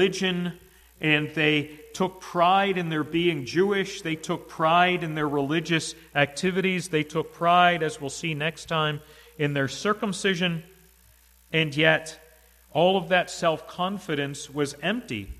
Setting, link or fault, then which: setting, large echoing room